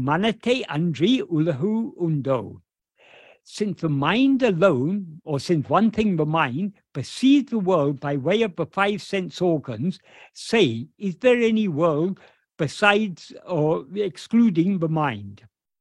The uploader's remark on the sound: In a Zoom meeting with Ramana Kendra, Delhi, on 12th February 2023